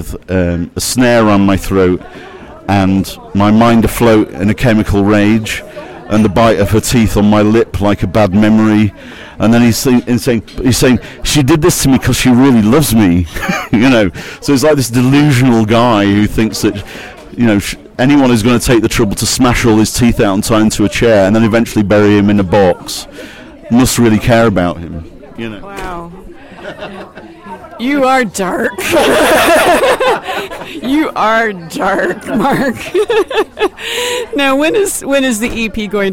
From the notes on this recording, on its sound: at a restaurant, shortly before the band’s gig at Sebright Arms